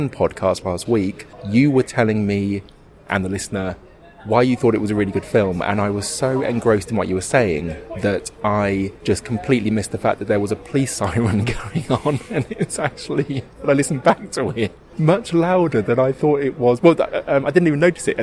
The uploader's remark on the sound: Well, they’re outside in the middle of London again